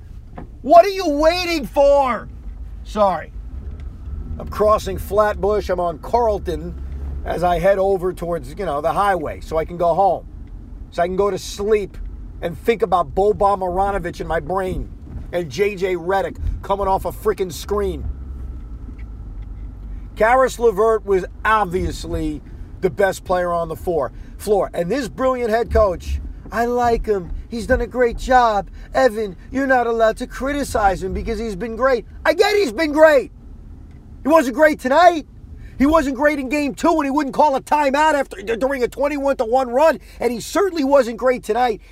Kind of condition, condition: setting, inside a vehicle